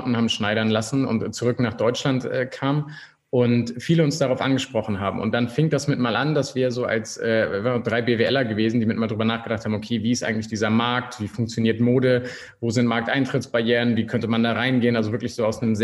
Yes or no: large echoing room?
no